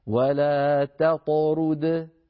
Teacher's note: ننتقل من تاء مرققة إلى طاء مفخمة مقلقلة هكذا ولا تطرد، ولا تطرد ولا نقول ولا تطرد، طط لا ننطق طائين أيضا، هذا أمر مهم فلننتبه إليه.